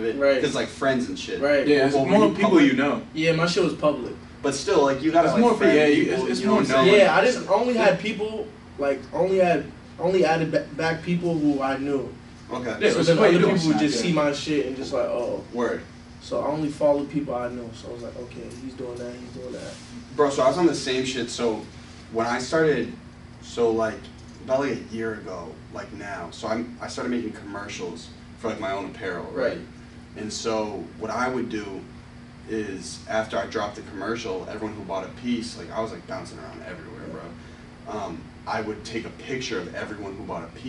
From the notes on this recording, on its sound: excuse the audio quality, we were working out some kinks with our interface